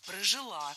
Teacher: Правильный вариант ударения – прожила. Ударяем последний слог. Окончание. Кстати, в подобных сложных глаголах женского рода чаще всего ударение падает именно на окончание.